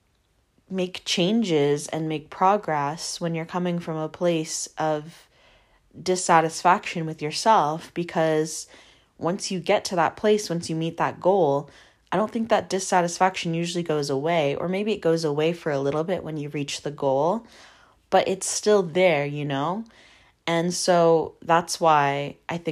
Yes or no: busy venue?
no